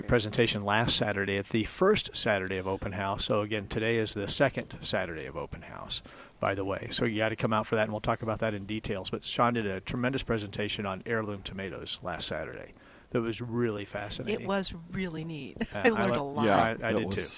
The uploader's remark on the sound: Live at Prairie Gardens